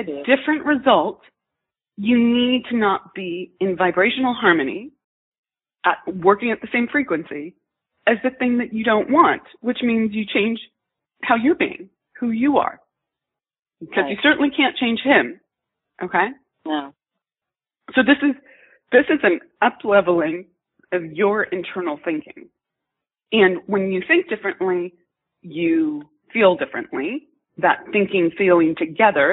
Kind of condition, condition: link, phone line